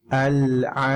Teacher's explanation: Dia wasatul halq ya, dia di tengah tenggorokan kita ya.